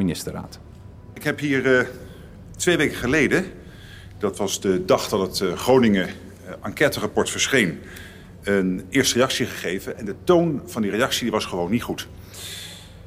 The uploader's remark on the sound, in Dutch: In de voormalige strokartonfabriek De Toekomst in Scheemda is een speciale editie van podcast Naschokken van Dagblad van het Noorden op het driedaagse festival Grasnapolsky opgenomen. In een live-uitzending. Met publiek van het Grasnapolsky-festival.